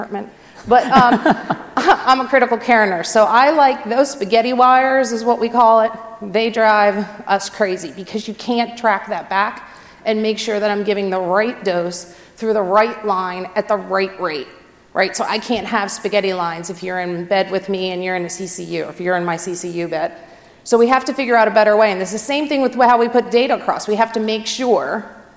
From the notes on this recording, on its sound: In this session presented at the 2018 DPharm conference